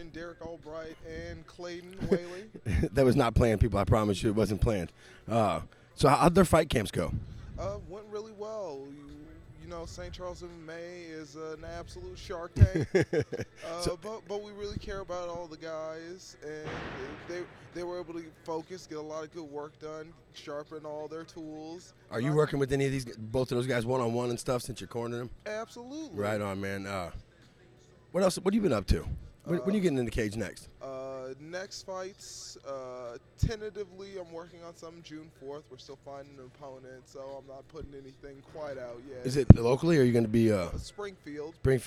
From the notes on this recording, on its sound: The Wright Lane went live from MMA promotion NFA NEMESIS X. The Wright Lane went live from MMA promotion NFA NEMESIS X. Here is a couple of interviews from the LIVE show.